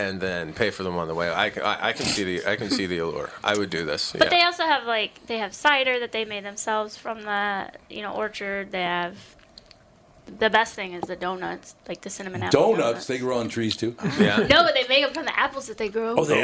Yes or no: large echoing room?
no